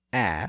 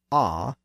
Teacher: First, they're neighbors, both being located in the bottom part of the mouth, a being slightly higher and more forward, and ah being lower and further back. As we move down or move up, we transition from one sound to the other.